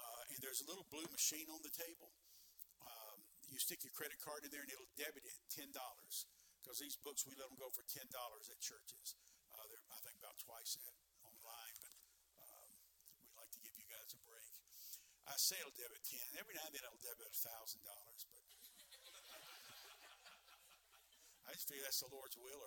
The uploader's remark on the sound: Sermons preached from the pulpit of Anchor Baptist Church in Columbus, Ohio. Missions Conference 2023.